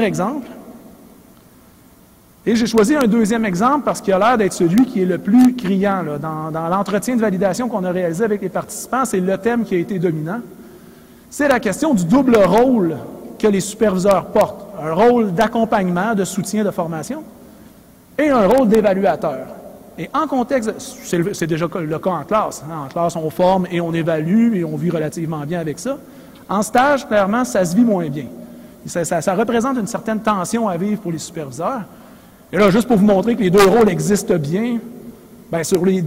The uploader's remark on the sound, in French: Conférence 811 du colloque 2016 de l'AQPC, à Québec.